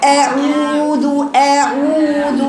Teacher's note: وخلي بالك ما يخرجش معاها هوا، بقول لك هو حرف فيه جهر